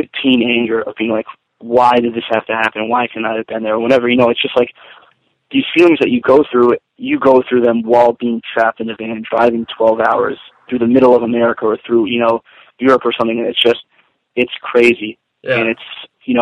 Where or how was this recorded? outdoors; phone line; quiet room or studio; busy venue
phone line